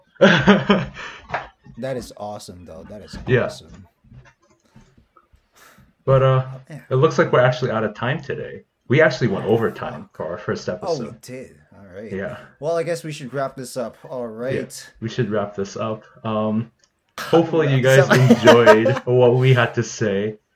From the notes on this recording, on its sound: SORRY ABOUT THE AUDIO, I WILL GET A BETTER MIC!